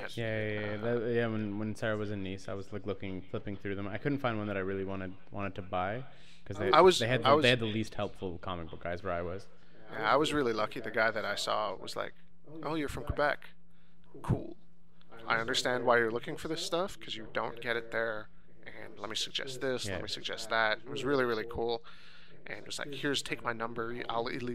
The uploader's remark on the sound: that annoying echo is almost omnipresent in this recording